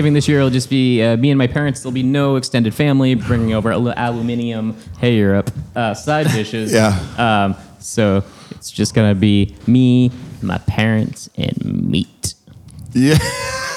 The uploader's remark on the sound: A rollicking quiz recorded live at Craft Brew Underground on 34 Court St in Auburn Me.